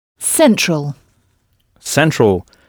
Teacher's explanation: on frappe la syllabe qui vient avant la terminaison en « all »